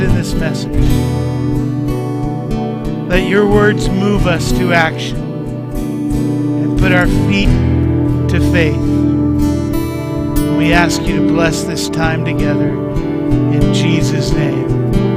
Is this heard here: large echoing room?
yes